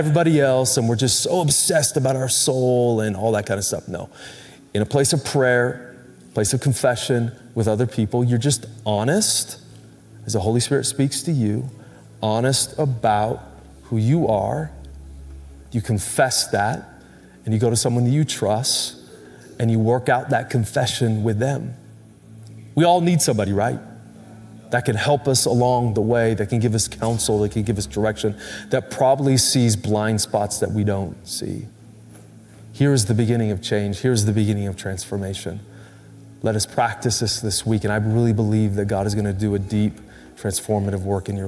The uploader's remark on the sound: Recorded Live at Capital Church in Meridian, Idaho